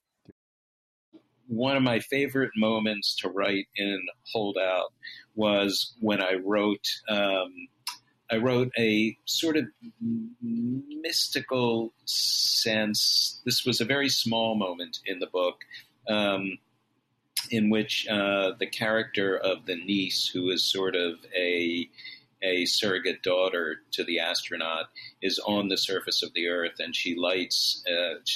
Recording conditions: video call